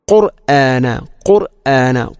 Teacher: ഖാഫിൻ്റെ ഉച്ചാരണമെങ്കിലും പ്രത്യേകിച്ചും ശ്രദ്ധിക്കണം. അതൊരിക്കലും കാഫിനെ കൊണ്ട് പറയരുത്.